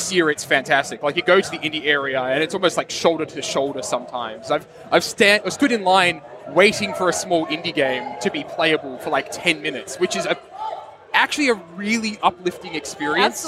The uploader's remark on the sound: LIVE at PAX Australia 2018. Fresh from the showfloor of PAX Australia 2018. Stepped up to the Mic at the Audio Technica podcast booth on the show floor.